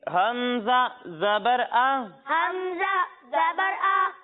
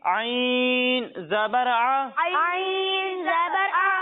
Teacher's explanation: जब हम हमजा की अदायगी करेंगे तो इसे हम हलक के निचले हिस्से से पढ़ेंगे और जब हम आइन की अदायगी करेंगे तो इसे हलक के दरमियाने हिस्से से पढ़ेंगे